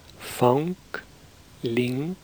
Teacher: Words like fang, ling have a final unvoiced k